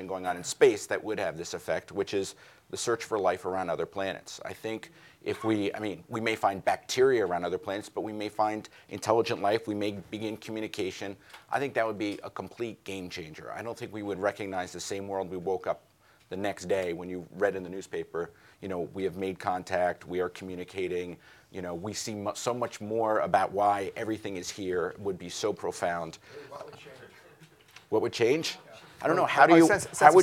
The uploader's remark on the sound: recorded at the Auberge du Soleil in California’Äôs Napa Valley during the 2014 International Achievement Summit